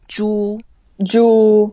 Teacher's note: It's a first tone, so we can make it a bit longer and make it flat.